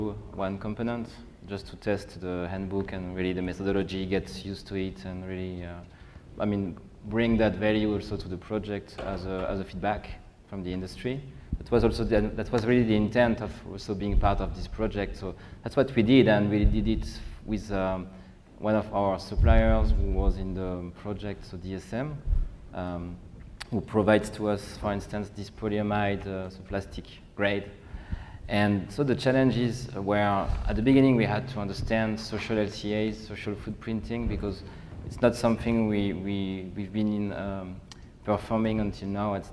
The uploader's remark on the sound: A discussion session based on the morning plenary presentation by the same title. Plenty of time devoted to Q&A with the audience.